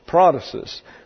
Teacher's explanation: P-R-O-T-A-S-I-S. Just exactly as it's spelled in the English with the accent on the first syllable.